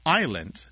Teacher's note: So we don't pronounce the S in island because the French don't pronounce the S in Isle.